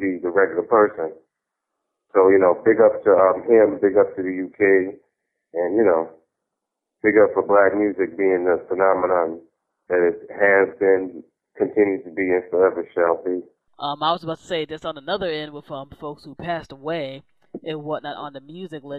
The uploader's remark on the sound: Over the phone.